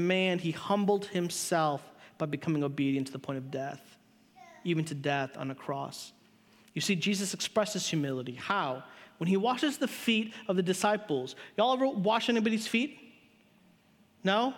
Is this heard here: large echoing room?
yes